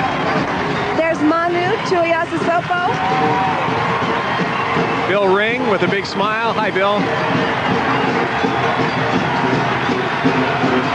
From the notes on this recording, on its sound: San Francisco 49ers Super Bowl XIX Victory Parade: Live Coverage January 21, 1985.